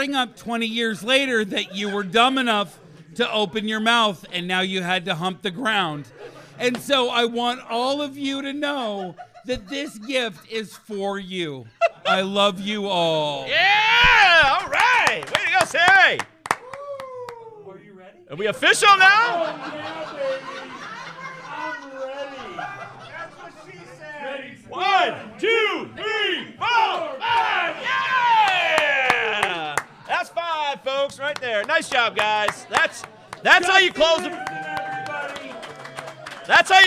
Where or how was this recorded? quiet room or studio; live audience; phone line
live audience